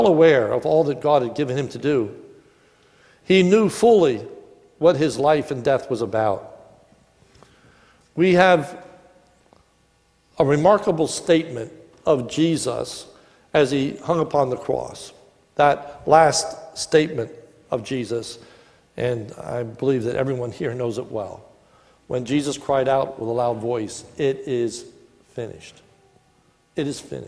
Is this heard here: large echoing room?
yes